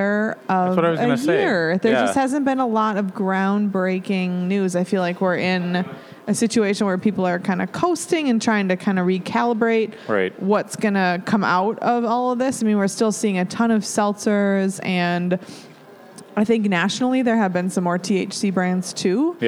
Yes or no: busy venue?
yes